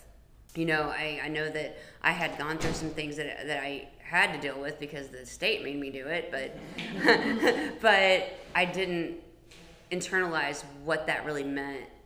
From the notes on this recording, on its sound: This episode of Big Book Workshop was recorded live from our Cinco De Mayo Celebration!